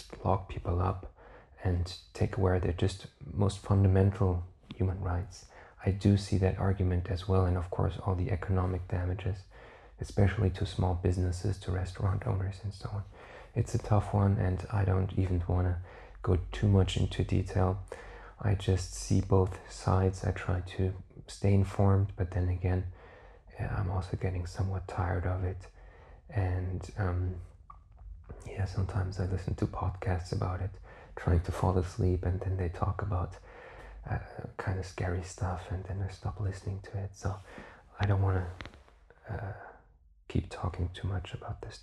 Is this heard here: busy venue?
no